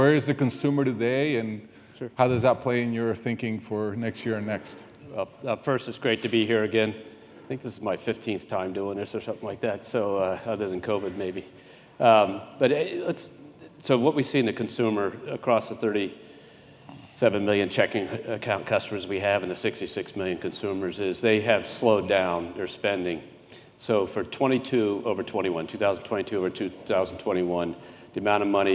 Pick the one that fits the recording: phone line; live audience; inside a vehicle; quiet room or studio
live audience